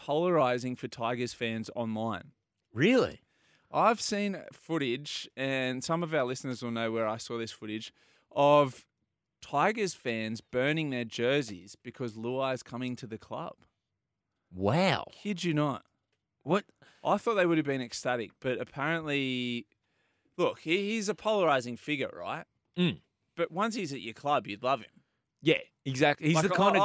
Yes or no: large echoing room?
no